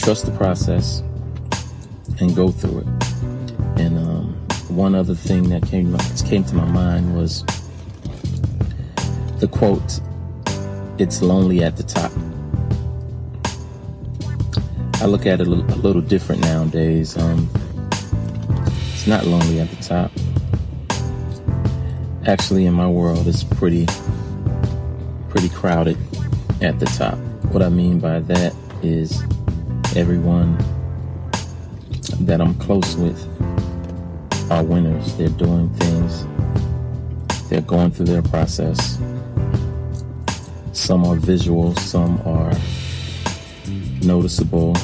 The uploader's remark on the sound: This is a recording of one of my MANY moments that God drops a thought into my spirit while in my car